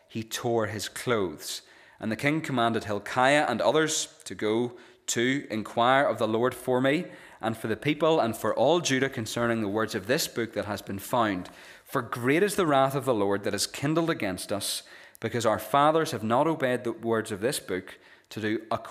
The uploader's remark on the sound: This is the recording of the Bible reading and sermon from our evening service on Sunday 13th August 2023.